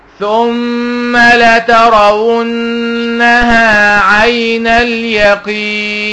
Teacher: الميم مشددة غنة، النون مشددة غنة